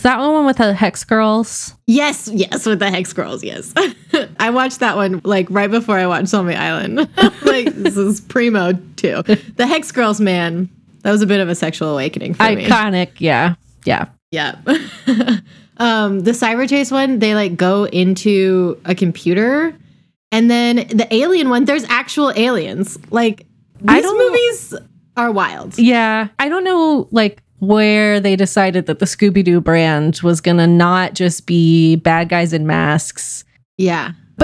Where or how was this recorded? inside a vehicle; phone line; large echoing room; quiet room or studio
quiet room or studio